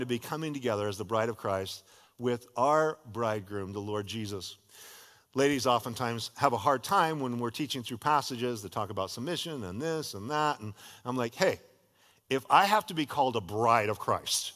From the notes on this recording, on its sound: was a sermon delivered as part of The Beginning and The End Series at Godspeak Calvary Chapel in Newbury Park, California